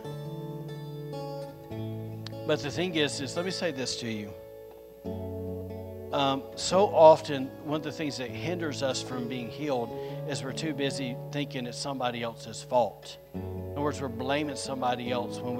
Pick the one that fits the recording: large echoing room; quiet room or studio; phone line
large echoing room